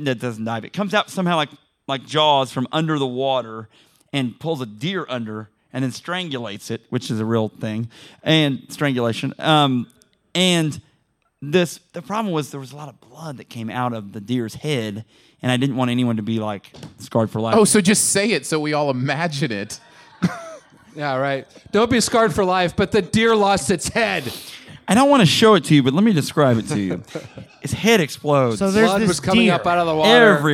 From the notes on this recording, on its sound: You get a great episode recorded in front of a live studio audience.